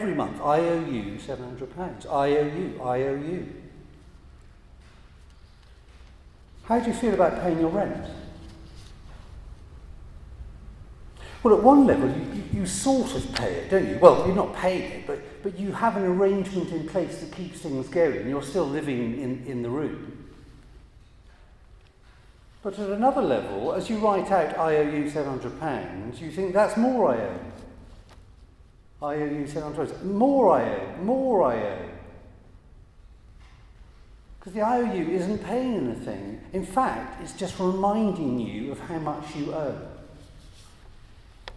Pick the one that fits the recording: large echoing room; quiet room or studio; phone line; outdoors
large echoing room